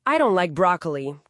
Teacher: con un tono más bien plano, ¿no? Casi bajando, que suena simple constatación, sin más drama.